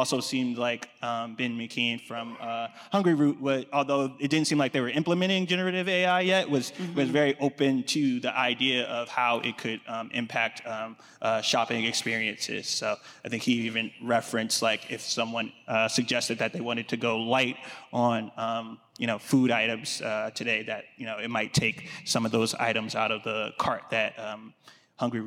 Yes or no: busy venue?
yes